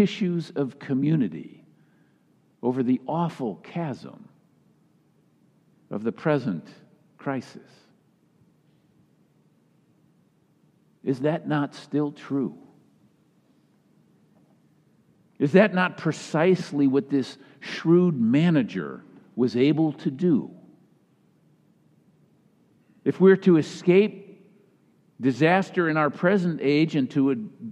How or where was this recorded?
live audience